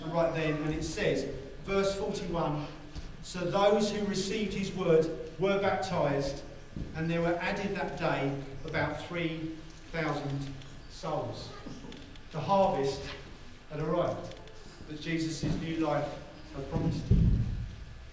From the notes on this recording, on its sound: As we re-gather at Vibe in person. APOLOGIES FOR THE SOUND QUALITY.